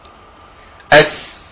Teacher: من طرف اللسان مع اصول الثنايا السفلى اقرب العليا اقرب من السفلى. · Term: حرف السين